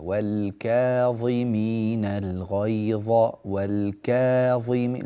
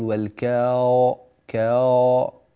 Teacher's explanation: لا تستعد للظاء قبل موعدها، يعني في كلمة الكاظمين الألف كلها مرققة من أولها إلى آخرها · Shown in: first take · والكاظمين الغيظ والكاظمين، لا تقول والكاو كاو.